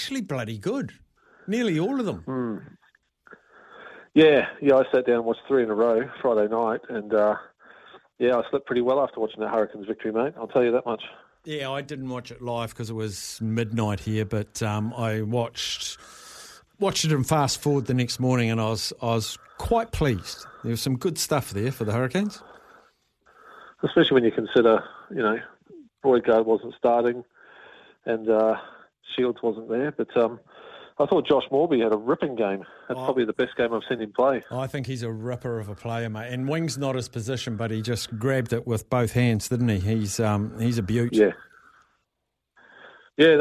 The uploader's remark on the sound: opens the phone lines